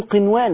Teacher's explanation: يعني هنا بنظهر على أساس إن لو هطبق أصل القاعدة المفروض هضغم، دي نون ساكنة وراها ياء، بس هنا عشان ما يضيعش المعنى ولا يلتبس المعنى ولا يلتبس بالمضاعف كما قالوا، هنا بظهر النون، ويسميه العلماء بالإظهار المطلق